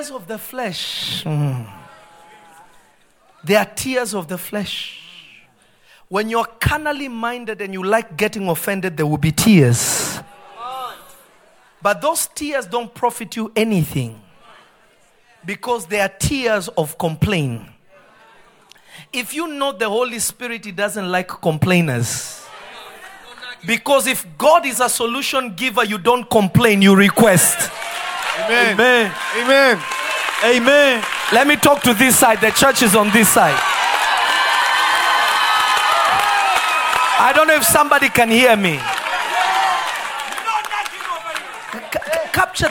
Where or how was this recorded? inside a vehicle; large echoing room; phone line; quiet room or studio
large echoing room